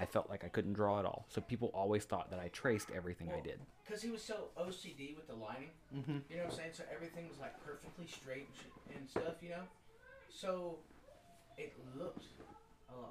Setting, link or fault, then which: fault, sounds in the background